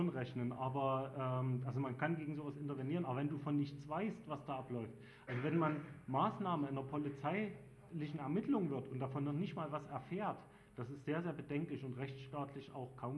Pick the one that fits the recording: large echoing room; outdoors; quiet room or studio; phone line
large echoing room